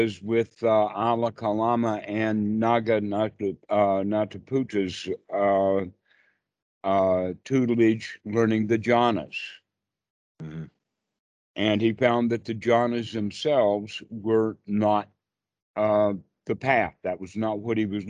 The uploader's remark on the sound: skype calls on this channel